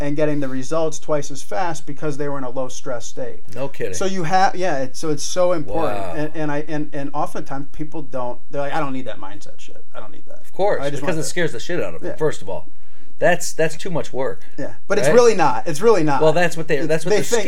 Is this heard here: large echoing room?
no